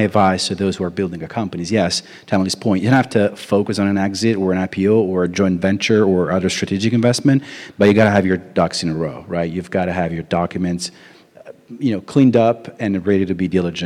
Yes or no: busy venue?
yes